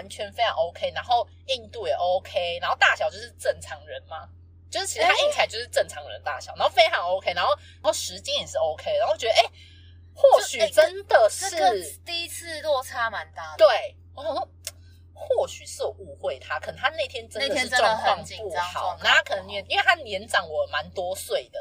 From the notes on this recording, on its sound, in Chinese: 音質較差請見諒